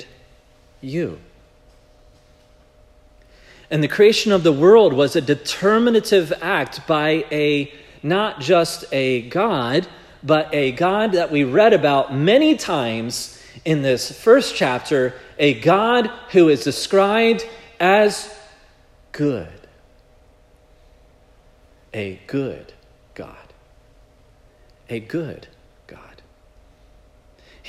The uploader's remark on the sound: This message was preached at Providence Church on January 7, 2024